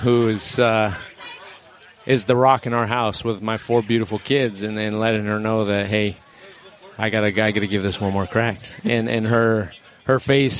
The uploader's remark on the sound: live from Rams training camp.